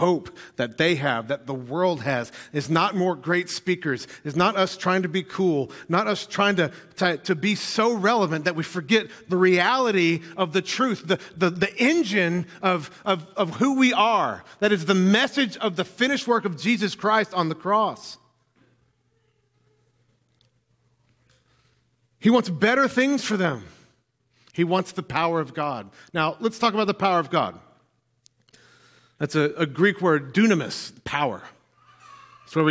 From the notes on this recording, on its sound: filled the pulpit at NPC this morning